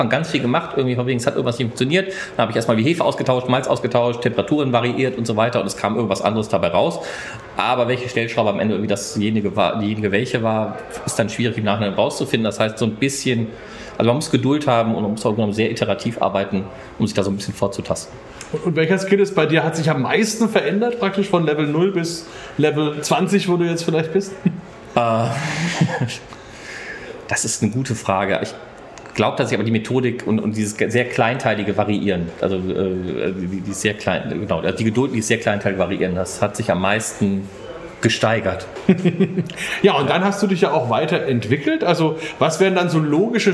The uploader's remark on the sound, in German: Live vor Ort zur Bierköste 2023 in Neumünster. Im Teil 2 unseres Live-Talks von der Bierköste in Neumünster sprechen wir mit drei Hobbybrauern.